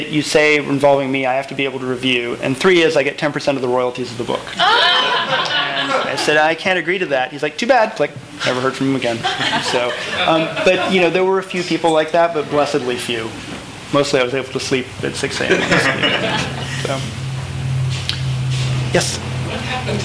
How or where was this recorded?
live audience